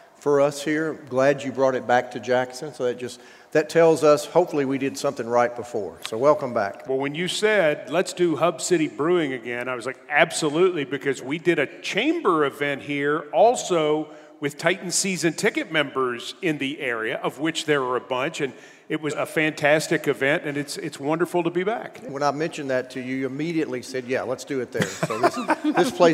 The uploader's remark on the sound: LIVE at Hub City Brewing. From Hub City Brewing in Jackson, TN.